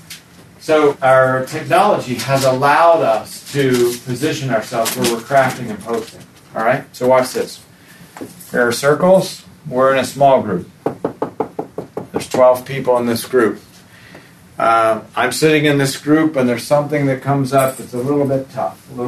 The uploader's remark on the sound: recorded at the National Disciple Making Forum